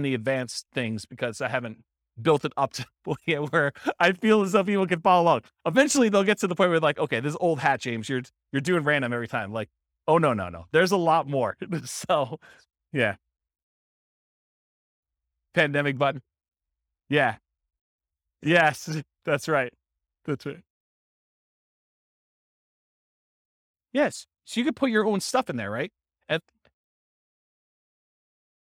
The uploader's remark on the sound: This was a live class recorded